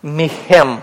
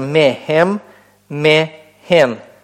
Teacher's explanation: И поскольку у нас гортанные не удваиваются, поэтому мы не можем сказать «михем», да? Но вместо удвоения гортанной у нас возникает компенсаторно удлинение гласного · Shown in: second take · Поэтому «хирек» под «мем» удлиняется до цери.